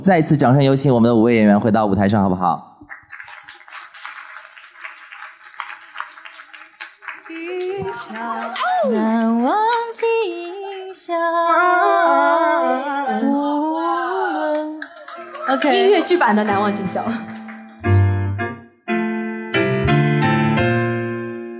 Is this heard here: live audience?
yes